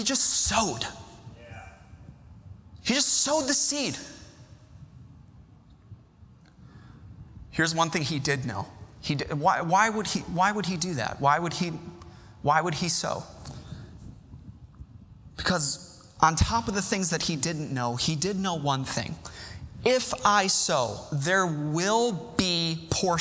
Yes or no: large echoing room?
yes